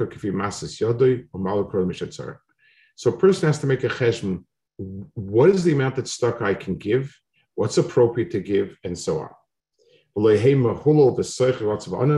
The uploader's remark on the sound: This shiur take place over Zoom